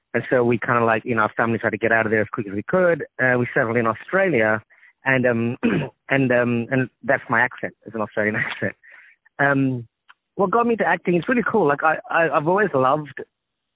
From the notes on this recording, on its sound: On the phone